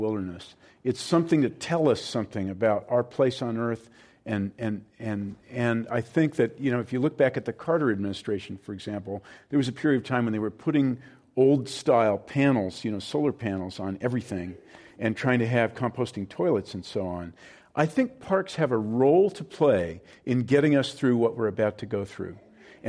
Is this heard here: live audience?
yes